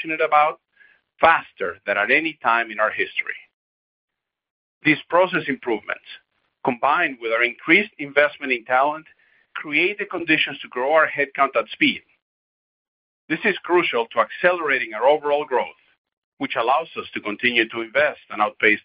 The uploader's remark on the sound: Booz Allen Hamilton's Q3 2023 earnings call, unedited.